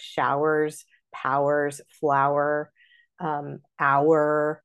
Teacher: in the regular American dialect, we tend to really like elongate words like showers, powers, flower, hour. This is a word that in Shakespeare's time generally is going to take one syllable.